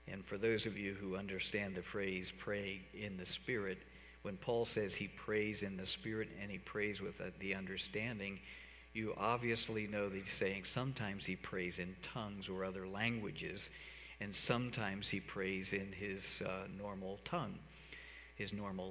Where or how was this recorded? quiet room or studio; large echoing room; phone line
large echoing room